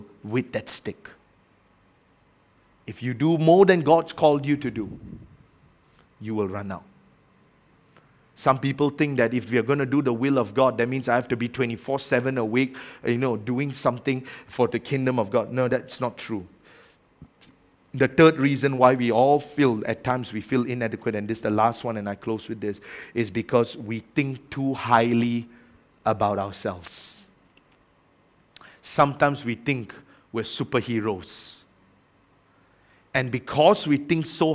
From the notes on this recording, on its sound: A message preached during our Tuesday Evening service